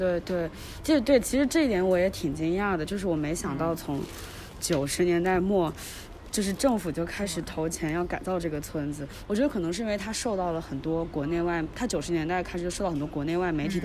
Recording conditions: outdoors